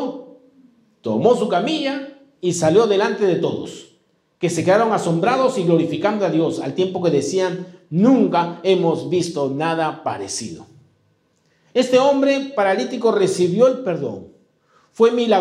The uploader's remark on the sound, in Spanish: presentado en vivo el domingo 23 de octubre de 2022